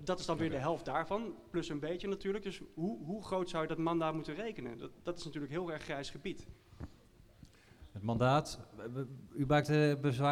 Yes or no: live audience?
yes